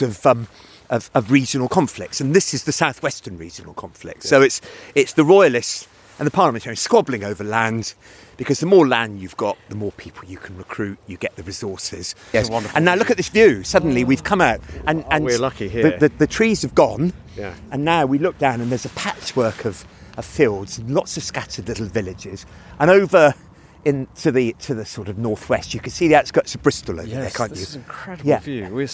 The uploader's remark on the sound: At the site of a Civil War battlefield in the hills just north of Bath. It's a dark winter's day and fog descends creating an atmosphere of 'gunsmoke' and eerie sounds.